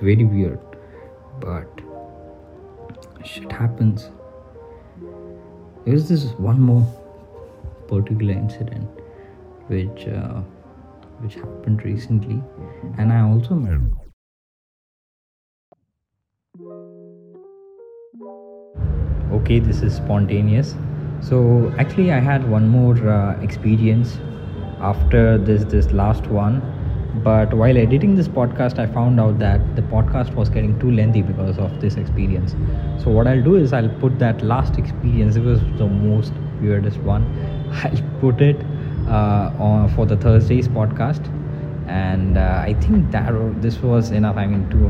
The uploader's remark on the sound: Sorry for the Background Noise at Last.